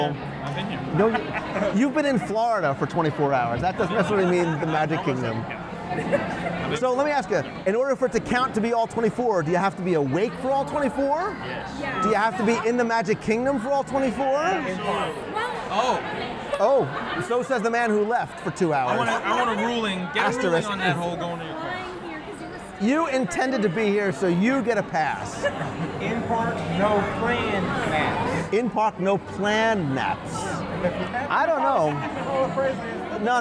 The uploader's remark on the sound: LIVE from One More Disney Day. LIVE interactive news show covering the Walt Disney World.